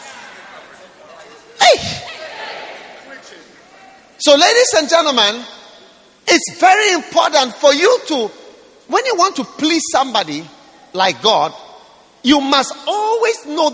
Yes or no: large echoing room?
yes